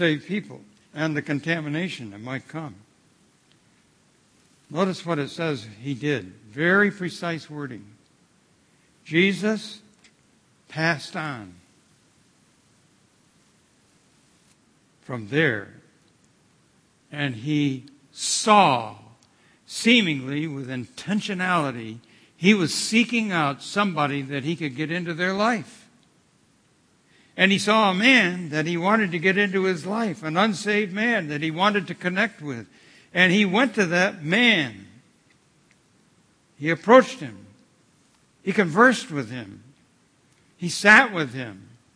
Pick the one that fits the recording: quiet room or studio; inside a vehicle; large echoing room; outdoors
large echoing room